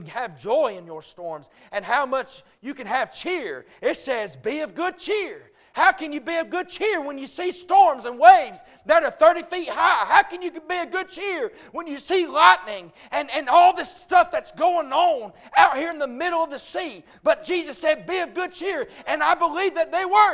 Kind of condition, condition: setting, large echoing room